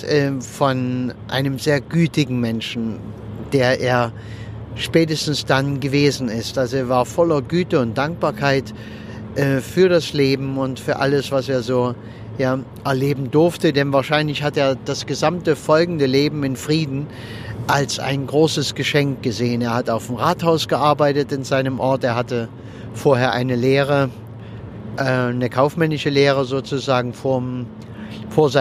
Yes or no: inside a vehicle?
yes